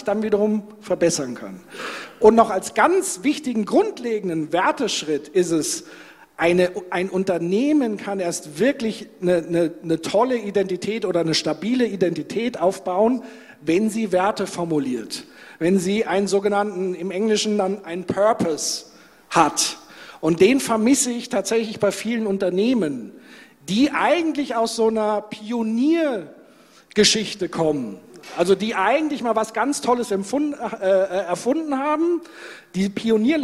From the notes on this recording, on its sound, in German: Soziopod Live. Im zweiten Teil öffnen die beiden dann die Bühne für das Publikum in Form einer Fishbowl. Dann wird gemeinsam über das Themenfeld diskutiert.